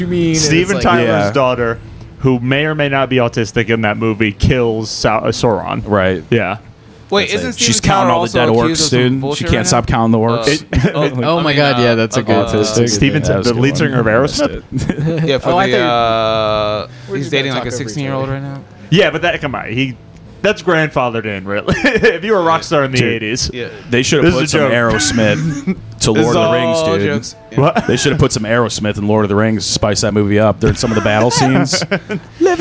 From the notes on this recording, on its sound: This episode was recorded February 8th, 2023 in the green room of The Port Comedy Club.